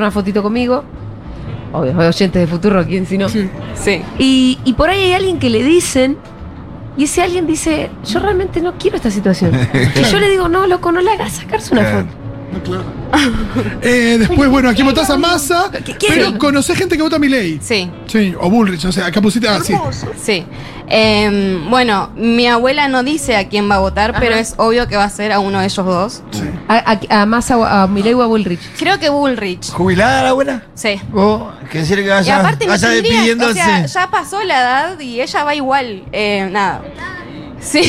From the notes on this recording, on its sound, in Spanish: … en vivo en Yunta Bar